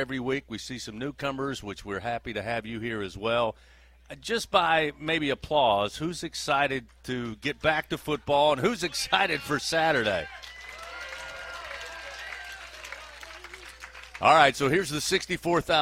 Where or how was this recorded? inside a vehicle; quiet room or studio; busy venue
busy venue